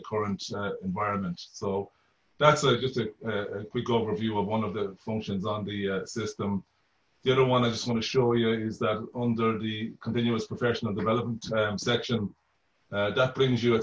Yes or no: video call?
yes